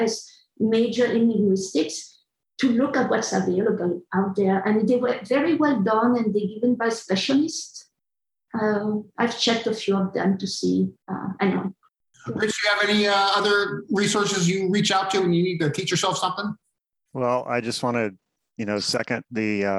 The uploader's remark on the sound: This episode is an audio version of a virtual panel held at the Linguistics Career Launch in the summer of 2021.